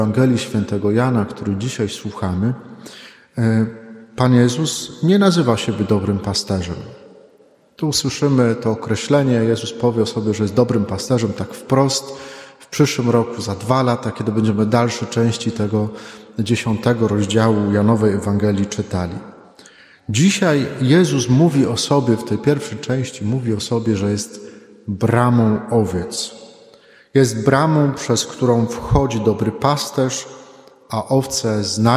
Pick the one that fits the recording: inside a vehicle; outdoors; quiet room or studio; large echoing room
large echoing room